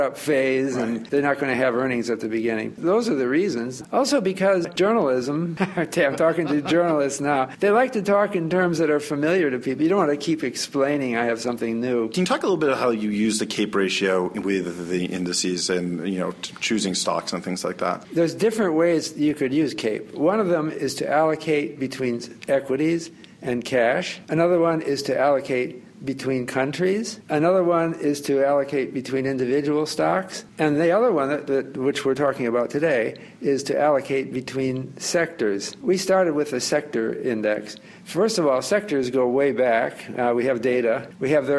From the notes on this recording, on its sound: at the floor of the New York Stock Exchange